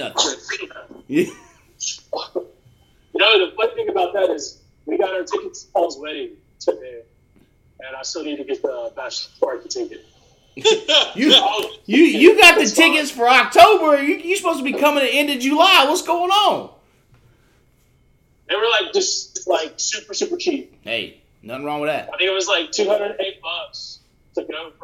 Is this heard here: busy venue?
no